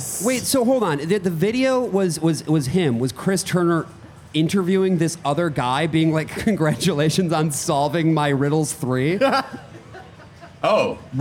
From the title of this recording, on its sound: LIVE at New York City Pinball Championships 2022!